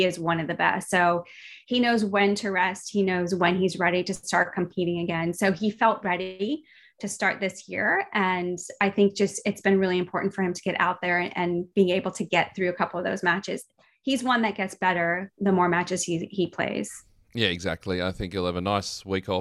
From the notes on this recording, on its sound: Recorded before the finals in Sydney, Adelaide and Melbourne. Sat down over zoom.